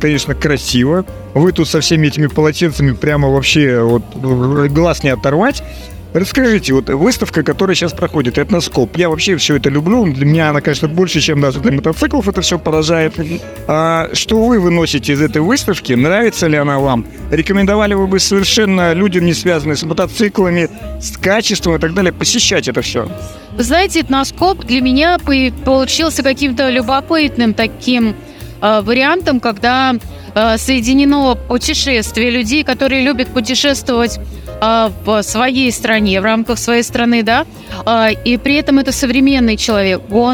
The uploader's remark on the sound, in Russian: Записано с 1 по 3 декабря на месте событий - Москва, Краснопресненская наб., 14, ЦВК «Экспоцентр».